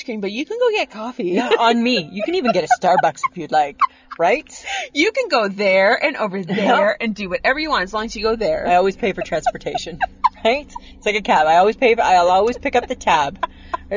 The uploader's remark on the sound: end up recording in a different Safeway parking lot